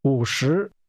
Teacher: That's a falling, rising tone and a rising tone.